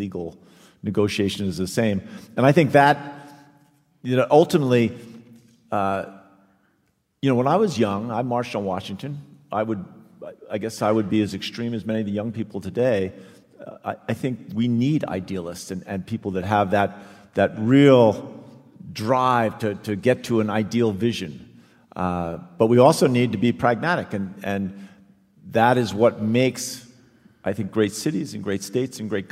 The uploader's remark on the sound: Stay Tuned Unplugged: Live Tour 2019. Denver. Minneapolis. Detroit.